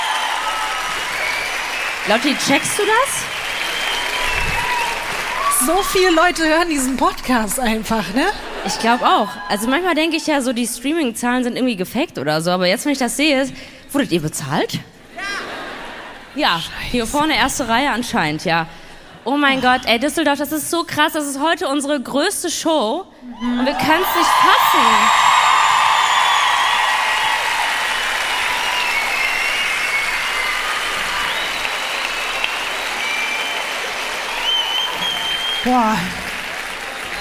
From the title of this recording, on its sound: LIVE in Düsseldorf